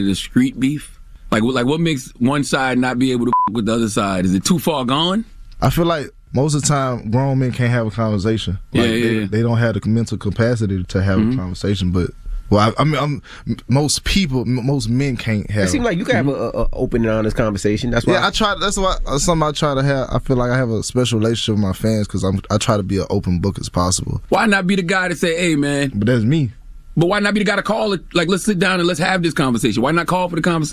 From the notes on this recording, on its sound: Called.